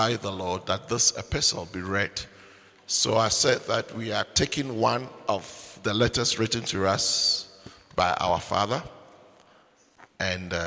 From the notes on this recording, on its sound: Preached at the Joyful Encounter Service, Windhoek Namibia